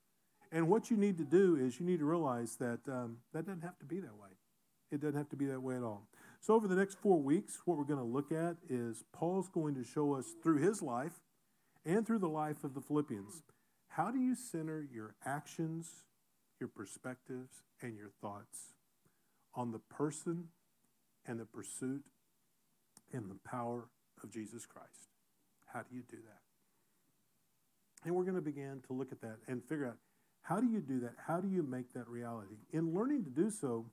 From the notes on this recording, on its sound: Recorded in SGM 101.